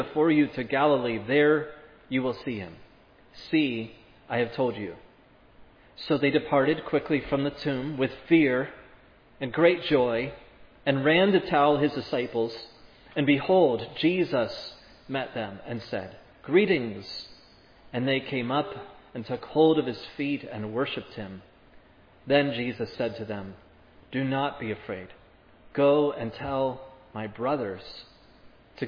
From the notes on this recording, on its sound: This sermon was preached at Providence Church